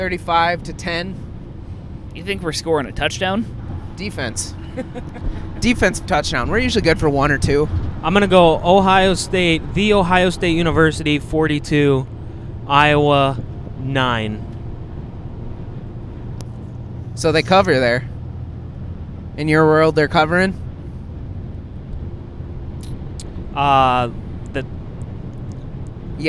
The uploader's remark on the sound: We recorded live on the way to Columbus